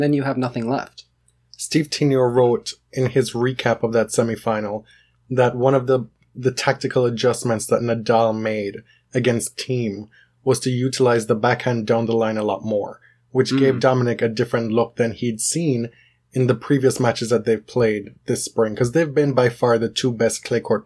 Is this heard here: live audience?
no